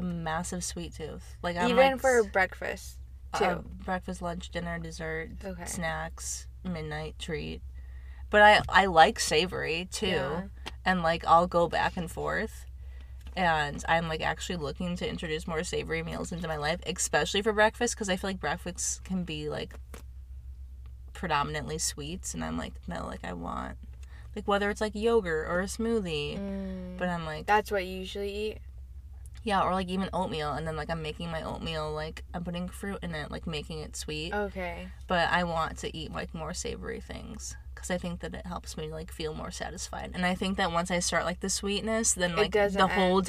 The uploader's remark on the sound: Buckle up, we're in the car again baby.